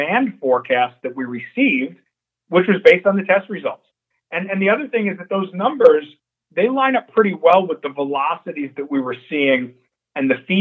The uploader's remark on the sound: Nightfood Investor Conference Call for March 1st, 2022